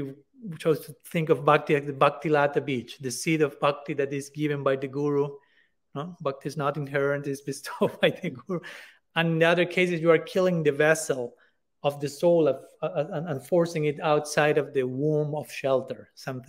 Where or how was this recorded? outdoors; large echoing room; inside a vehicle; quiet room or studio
large echoing room